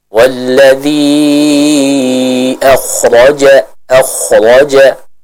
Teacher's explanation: Itu mad jaiz al-munfasil, maddul jaiz al-munfasil. dibaca dengan kadar 4 sampai 5 harakat